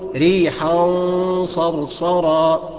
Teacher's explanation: اوعى تقولها ريحا صرصرا، لا يبقى انت كده بقى ايه؟ بترقق الغنه مع ان بعد منها حرف مفخم يجب انها تفخم زيه